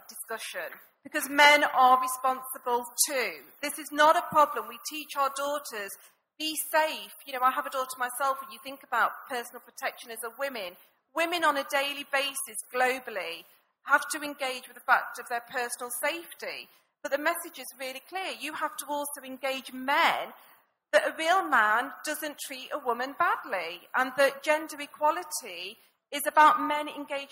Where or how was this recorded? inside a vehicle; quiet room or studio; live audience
live audience